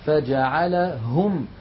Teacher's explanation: هو الهاء من فين؟ من أقصى الحلق